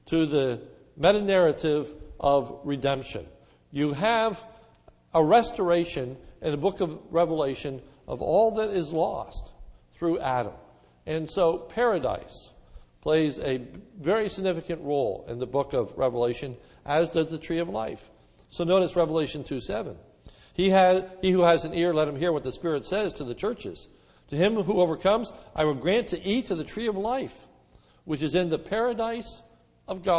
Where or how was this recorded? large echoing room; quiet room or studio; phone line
large echoing room